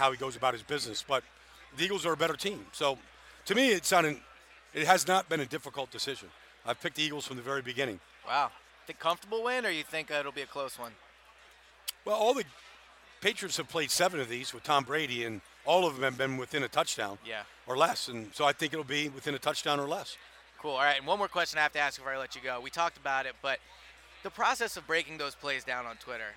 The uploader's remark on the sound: Recorded from Radio Row at Super Bowl 52